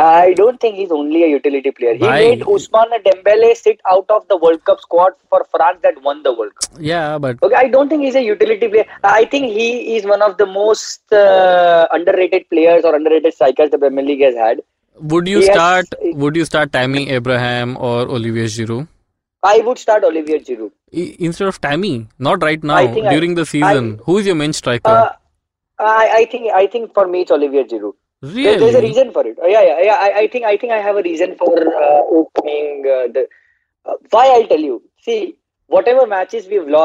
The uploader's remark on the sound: on the phone